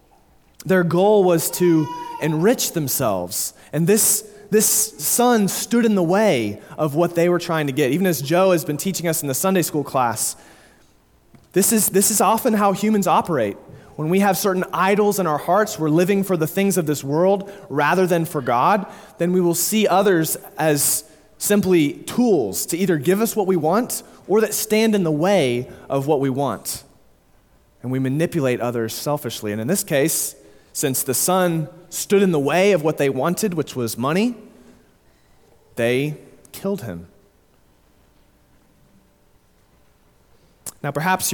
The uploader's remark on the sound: Sermon delivered at Immanuel Baptist Church in Springdale, AR on October 9, 2022